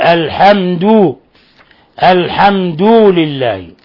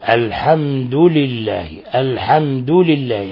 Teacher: ومن الأخطاء مد دال الحمد، فلا يكتفي بإثبات ضم على الدال بل يبالغ في هذه الضمة حتى تصبح واوا · Shown in: first take · فيقول الحمد الحمد لله، هذا خطأ لأن هنا صارت الضمة واوا. · Term: واو مدية